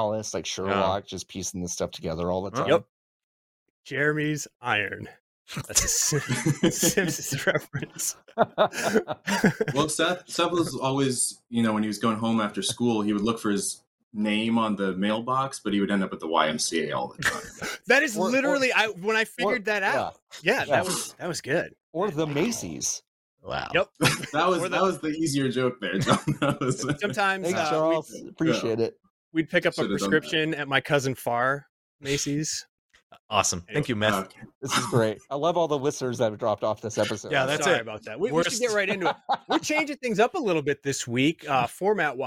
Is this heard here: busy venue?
no